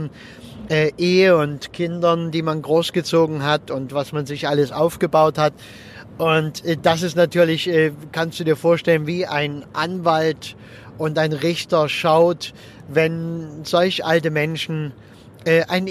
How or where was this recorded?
inside a vehicle